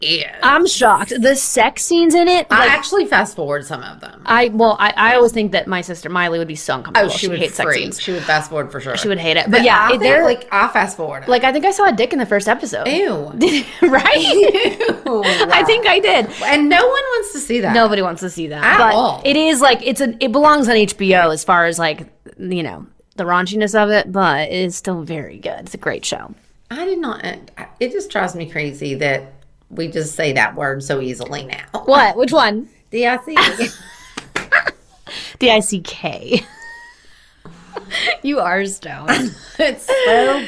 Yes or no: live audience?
no